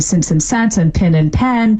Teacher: the vowels in since and sense and pin and pen, those sound the same · Term: pin-pen merger